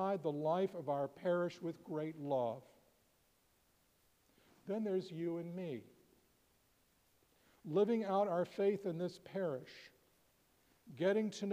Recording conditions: large echoing room